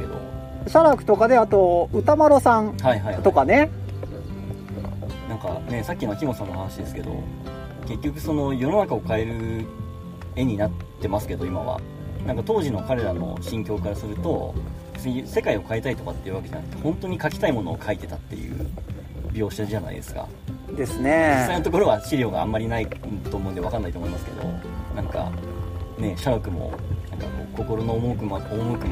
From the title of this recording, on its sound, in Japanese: 西湖でカヌーに乗りながらの屋外収録シリーズ